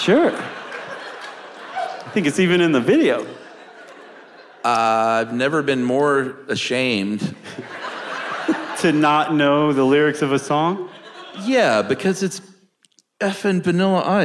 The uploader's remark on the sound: special live benefit episode recorded in Atlanta